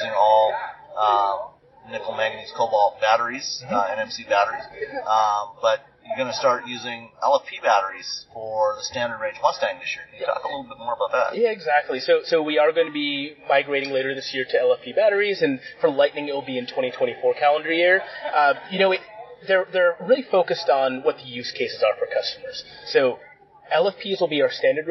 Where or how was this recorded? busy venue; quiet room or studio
busy venue